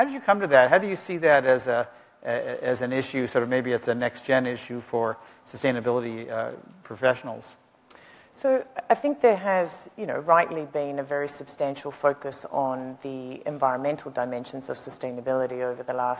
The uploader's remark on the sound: The best of live interviews from GreenBiz events.